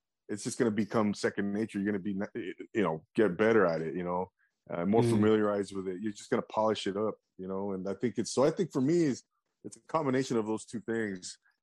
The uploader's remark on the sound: Drops in on a zoom chat.